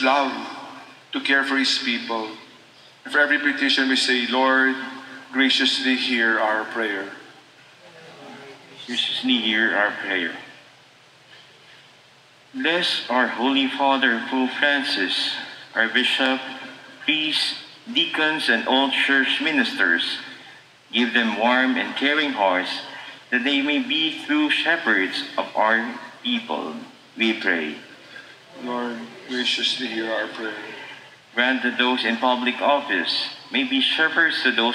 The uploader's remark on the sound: a recorded audio of National Shrine of the Sacred Heart's mass